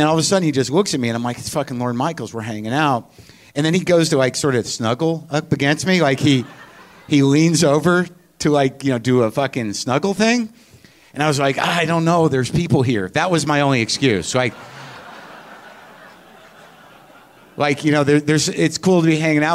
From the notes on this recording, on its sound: It's live WTF from the Vancouver Comedy Festival.